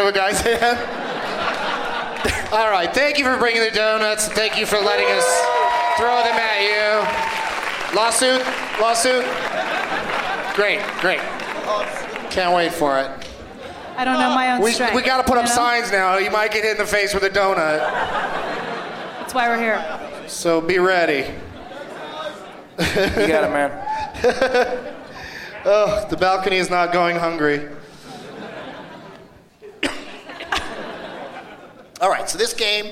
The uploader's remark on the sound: Live from the Gramercy Theatre in New York City